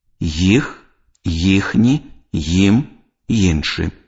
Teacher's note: Ва ўсіх выпадках вымаўленне нязменнае. Галосны і ў пачатку слова ў формах займеннікаў вымаўляецца як спалучэнне нескладовага «й» з галосным «і».